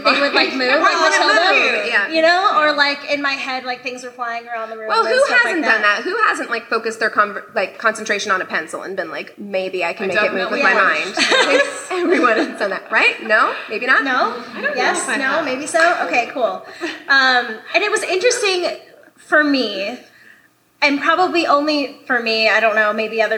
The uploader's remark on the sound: LIVE at the Swallow's Flight